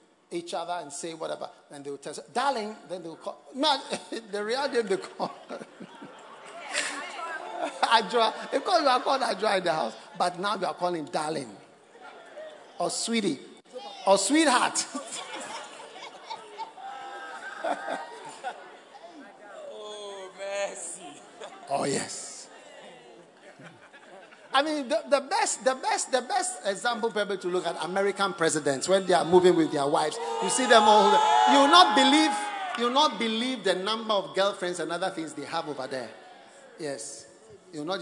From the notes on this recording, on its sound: Preached at The Experience Service. First Love Centre.